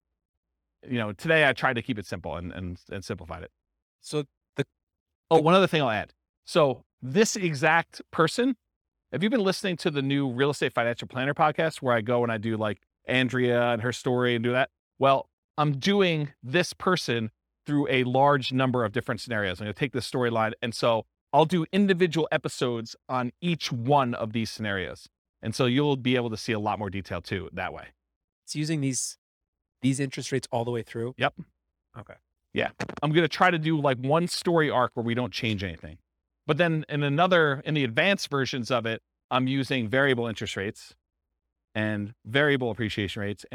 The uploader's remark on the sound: This was a live class recorded